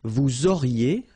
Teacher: Vous auriez, liaison here, and then EZ will go like E.